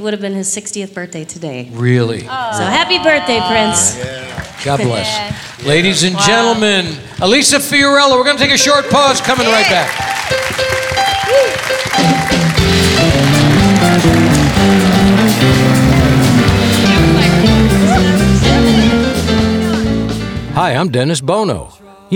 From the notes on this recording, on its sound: Live at the SouthPoint Casino.